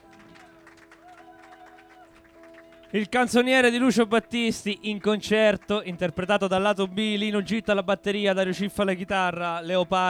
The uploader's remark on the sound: in diretta dal MONK CLUB di Roma